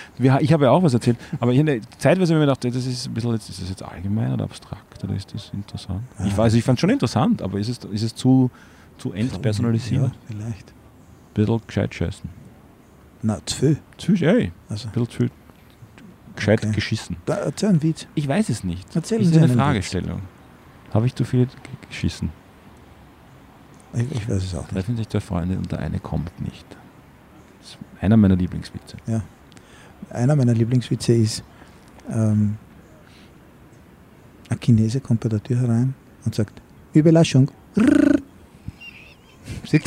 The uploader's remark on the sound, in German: Aufgenommen am Donaukanal.